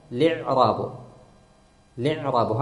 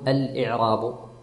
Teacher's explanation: كأن الهمزة الأولى غير موجودة والهمزة الثانية كذلك من أجل الوزن، فكأنها فقط لام مكسورة وعين ساكنة · Shown in: first take